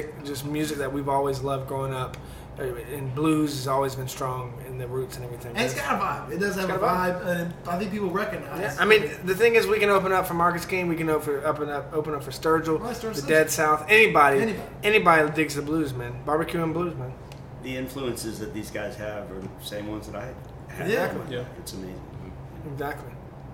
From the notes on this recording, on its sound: The episode was recorded at the famous Druid City Brewing Company in Tuscaloosa, AL.